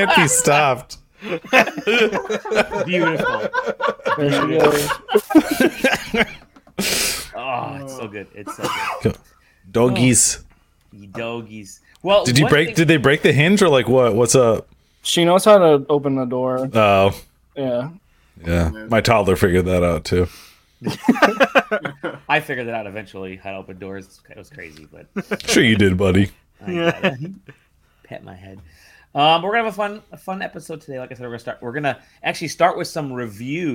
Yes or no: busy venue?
no